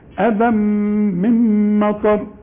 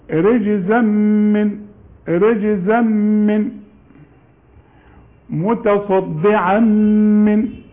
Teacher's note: أذى إذا وقفنا بعدها ميم إدغم إدغام كامل